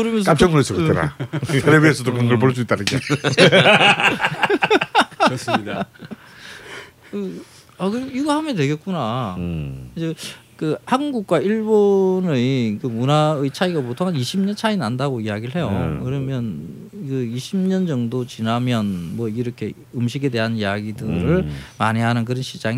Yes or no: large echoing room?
no